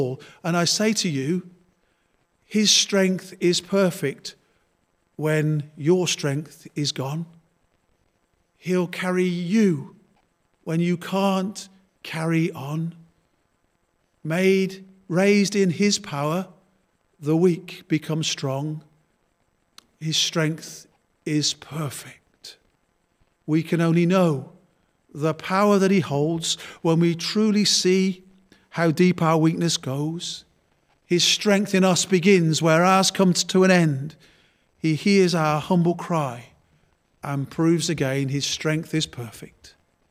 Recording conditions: large echoing room